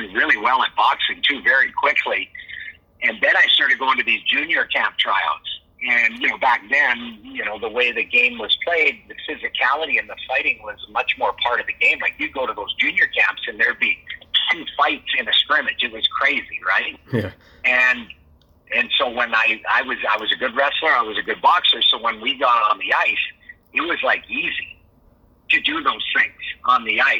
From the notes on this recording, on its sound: on the phone (05:15) from San Jose